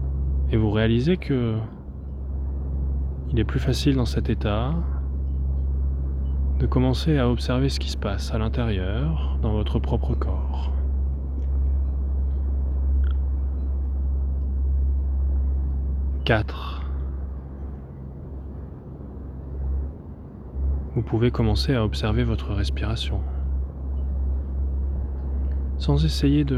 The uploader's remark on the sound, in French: Séance d'hypnose de 28minutes enregistrée en pleine nature sur une plage isolée.